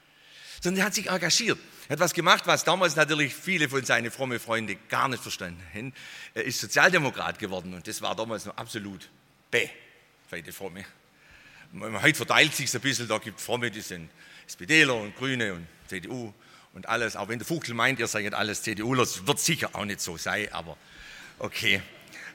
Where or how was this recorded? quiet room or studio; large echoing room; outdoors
large echoing room